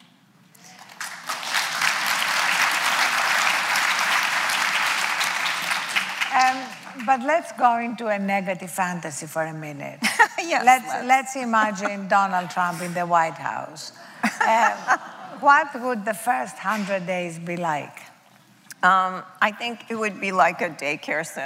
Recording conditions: live audience